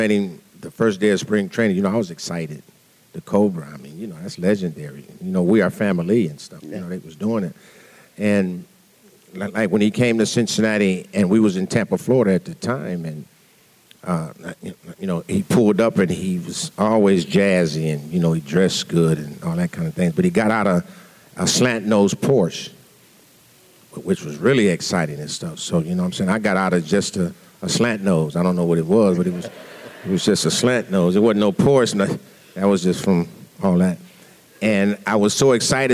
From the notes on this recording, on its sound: Live from the Negro Leagues Baseball Museum in Kansas City, MO